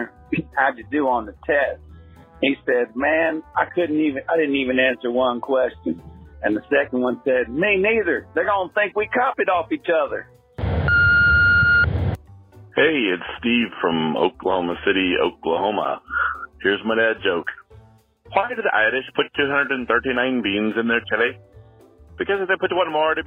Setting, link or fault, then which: link, phone line